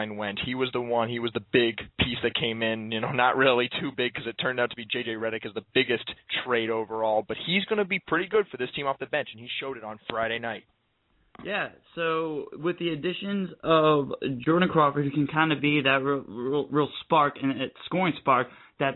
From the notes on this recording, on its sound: Of ESPN 1080 out in Portland will call into the show.